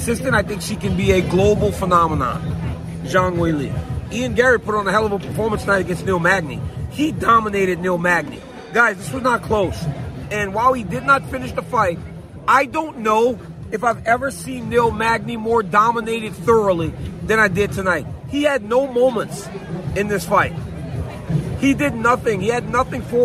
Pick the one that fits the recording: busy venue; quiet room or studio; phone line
busy venue